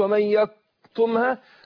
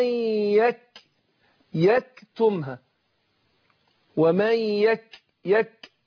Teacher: القاف حرف مستعلي حرف مفخم، والكاف حرف مستفل. اللي فرق وبرضه من ضمن اللي فرق بينهم الهمس، الهمس في الكاف.